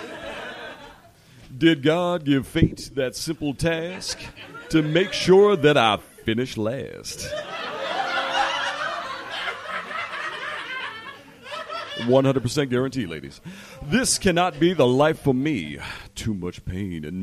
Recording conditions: live audience